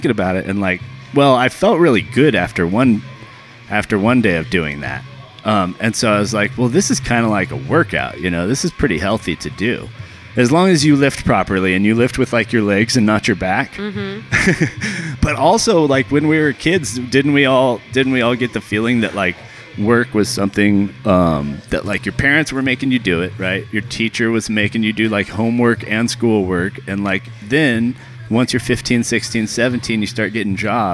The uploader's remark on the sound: coming live from Downtown Blues Coffee in Las Cruces New Mexico